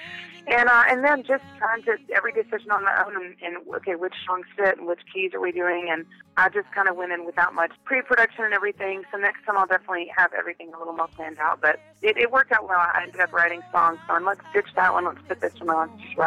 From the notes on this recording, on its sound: We caught up with her over the phone